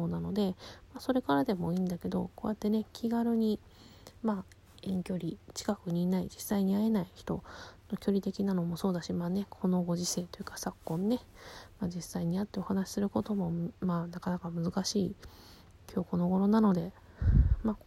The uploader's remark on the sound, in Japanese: うつ伏せに寝っ転がって話しているので雑音が…ゲスト招待機能β版。